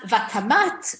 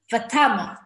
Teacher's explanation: Second kamatz, kamatz katan. The emphasis moves back a syllable. · Shown in: second take